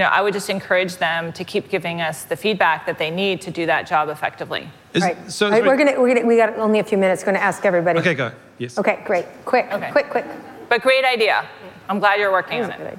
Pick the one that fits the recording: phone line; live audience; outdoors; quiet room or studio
live audience